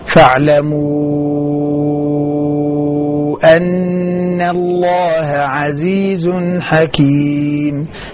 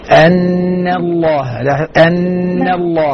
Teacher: ترقيق النون قبل لفظ الجلالة مهم